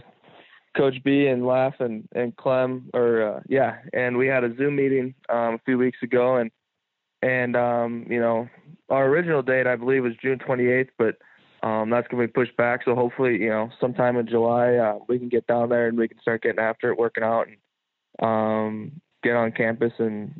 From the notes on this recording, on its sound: calls in on the Modern Woodmen phone line (21:19)